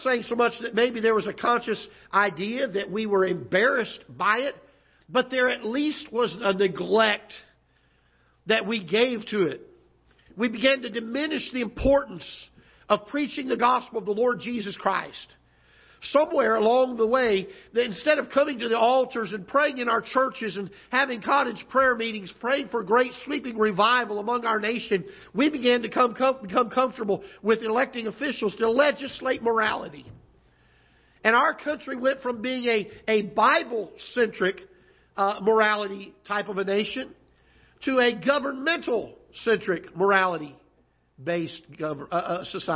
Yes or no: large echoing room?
yes